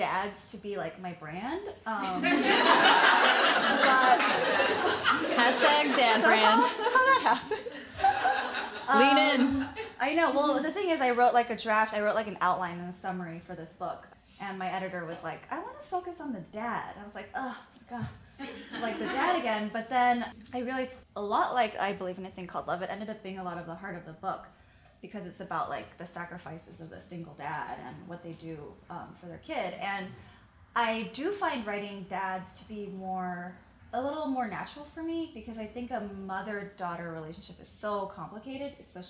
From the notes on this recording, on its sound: Hear the live audio. At The Ripped Bodice in Culver City, California.